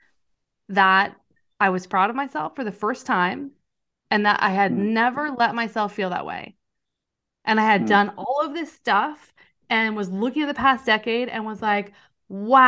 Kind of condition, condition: link, video call